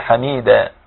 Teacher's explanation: هنا مد عوض وهو ألف مد بمقدار حركتين عوض عن التنوين بالفتح حين الوقف